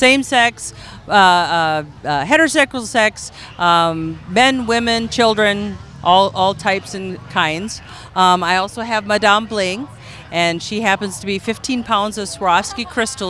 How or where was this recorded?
busy venue